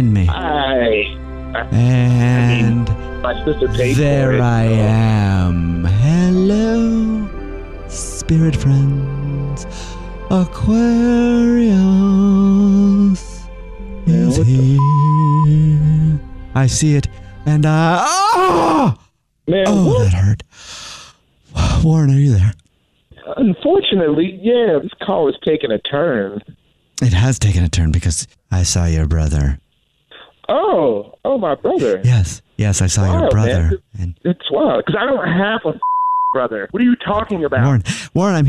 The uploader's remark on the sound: Phone Prank